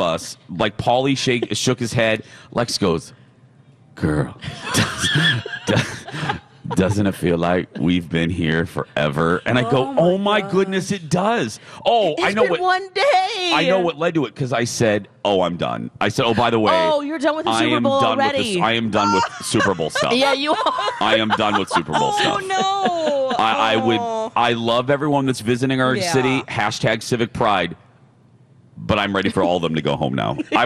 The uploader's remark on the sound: broadcast live from the AC Hotel for the Superbowl